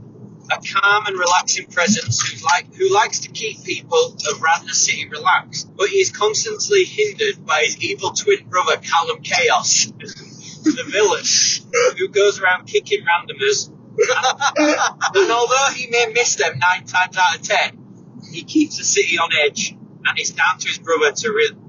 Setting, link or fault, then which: setting, inside a vehicle